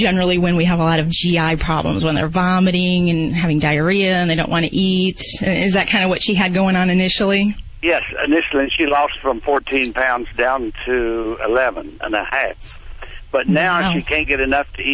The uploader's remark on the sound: takes calls from Fresno, Los Angeles, Reading, Sarasota, Benton Harbor, Kanab, San Luis Obispo, Santa Barbara and Santa Maria